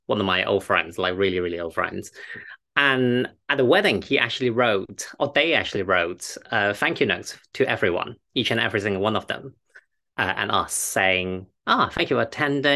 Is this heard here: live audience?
no